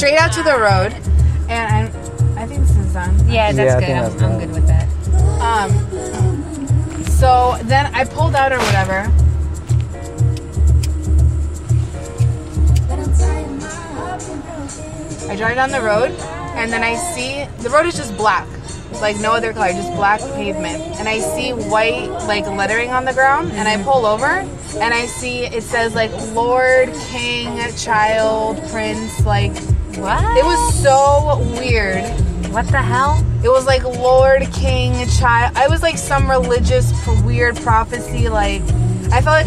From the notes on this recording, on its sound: We travel to the other side of Central Florida. We ended up in Kissimmee where the 17th Annual Taste of Thailand Fall Food Festival was taking place at the Wat Dhammaran of Florida. We were surrounded by beautiful people, great music and amazing food.